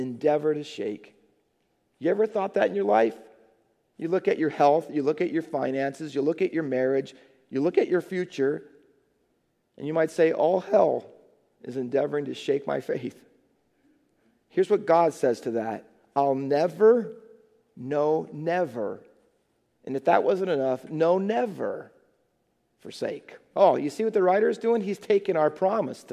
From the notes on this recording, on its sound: Faith Baptist Church in Hamilton, NJ.